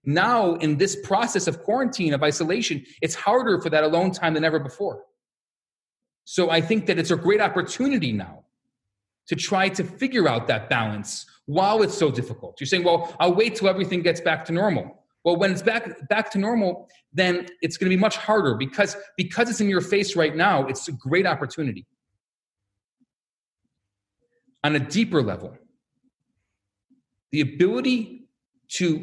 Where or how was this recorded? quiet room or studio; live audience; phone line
live audience